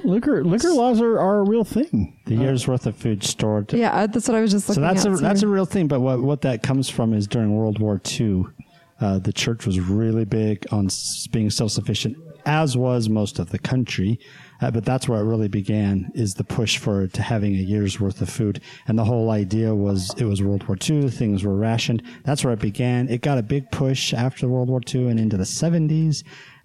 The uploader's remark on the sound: Live from Thyme and Place. Rose Park Country Club.